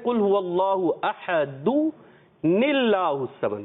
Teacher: نون کو زیر دے کر اور اللہ کے نام سے ملا دیتے ہیں